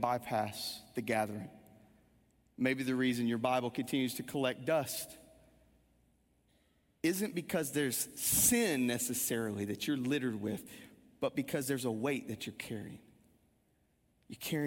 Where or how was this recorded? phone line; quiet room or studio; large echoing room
large echoing room